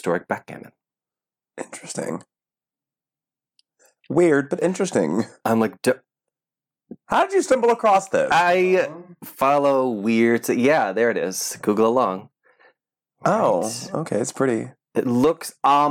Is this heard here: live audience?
no